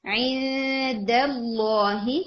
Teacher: عی دا دا اور پھر آپ لام کو ہیوی کریں گے. لام ہیوی ہے مگر دال ہیوی نہیں ہونا چاہیے